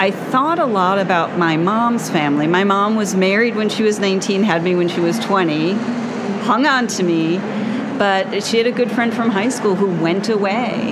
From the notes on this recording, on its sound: LIVE from the ALA 2023 show floor